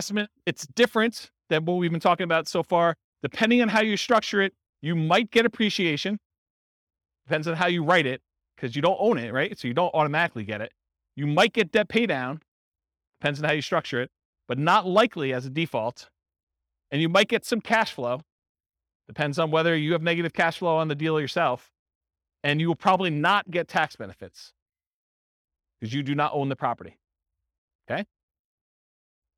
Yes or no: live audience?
yes